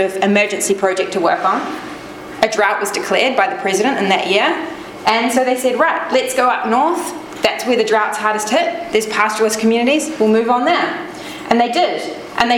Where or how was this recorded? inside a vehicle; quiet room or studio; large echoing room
large echoing room